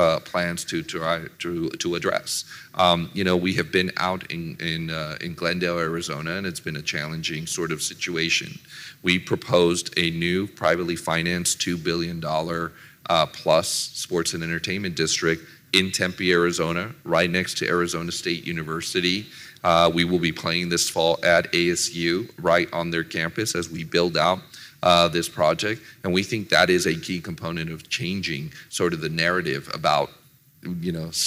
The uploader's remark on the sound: rubbed elbows with a mix of sports business professionals at the 2022 Hashtag Sports Conference in Las Vegas in July